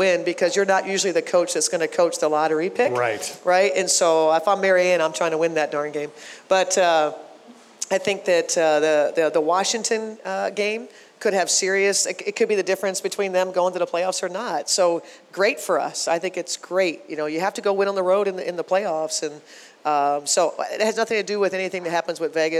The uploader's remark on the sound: Live from Pizza Luce